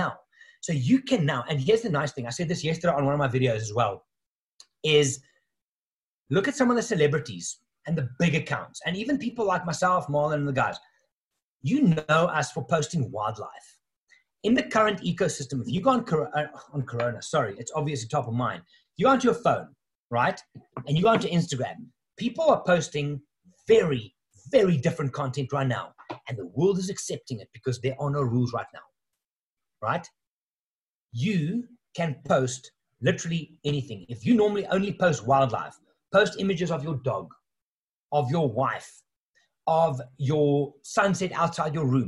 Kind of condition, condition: link, video call